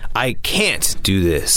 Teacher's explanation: the word can't is always stressed in a sentence. So it's always emphasized.